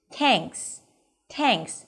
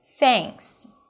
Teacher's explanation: We begin with a TH sound. To make this sound, stick the tongue out and release air. · Shown in: second take · The tongue has to be very soft in the sound. · IPA: θæŋks